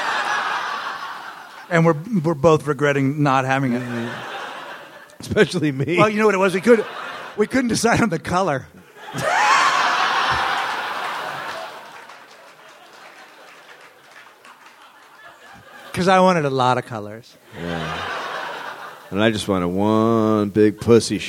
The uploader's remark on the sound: live from the Melbourne International Comedy Festival